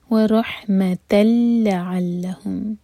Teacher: تا مربوطہ پر فتح کی تنوین، اس کے بعد ہے لام، تو یہ ادغام بغیر غنہ کے